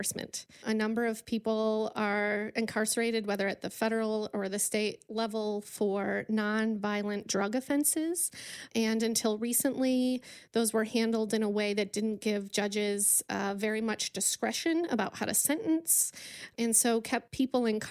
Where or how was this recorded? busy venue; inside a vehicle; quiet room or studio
quiet room or studio